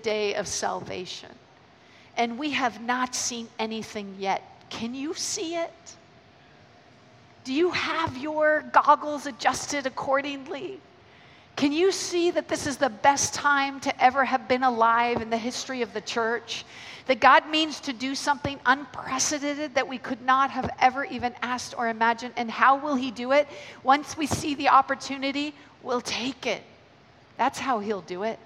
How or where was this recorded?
live audience